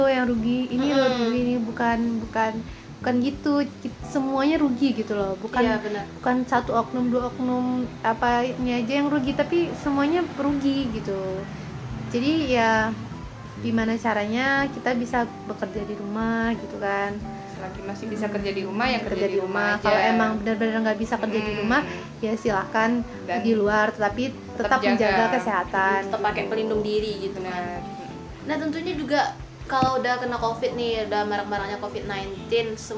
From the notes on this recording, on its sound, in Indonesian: Mohon maaf suara bising karena resiko rumah dipinggir jalan + lagi ada yg renovasi rumah.